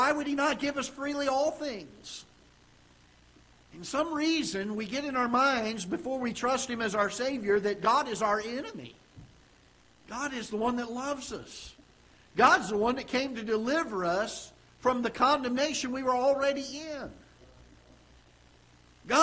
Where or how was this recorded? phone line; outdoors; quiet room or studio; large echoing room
large echoing room